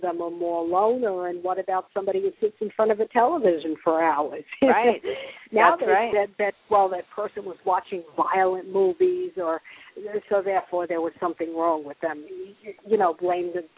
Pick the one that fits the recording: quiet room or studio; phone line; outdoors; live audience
phone line